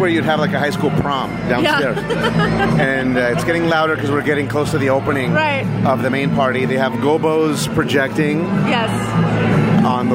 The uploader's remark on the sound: "Utopian Summer 2018" is a 4 day EDM music festival held in Palm Springs, CA. We combine in-studio commentary with our on-site recordings. At the Hotel Zoso formerly the Hard Rock Hotel.